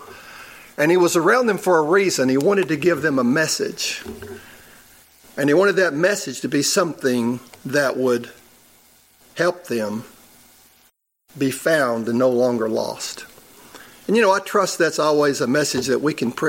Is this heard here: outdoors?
no